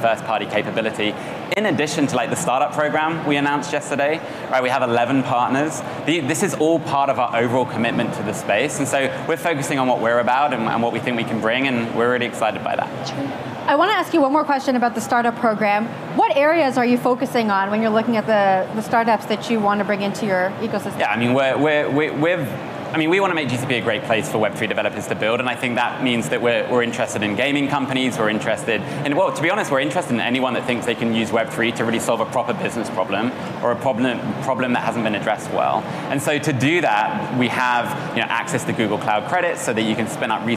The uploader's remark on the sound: "The Hash" is live from Consensus in Austin, Texas